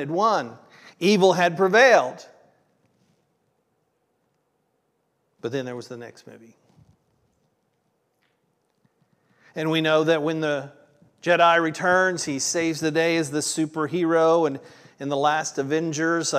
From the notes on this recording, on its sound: This was originally recorded on June 25th, 2023 at Palestine Church of Christ.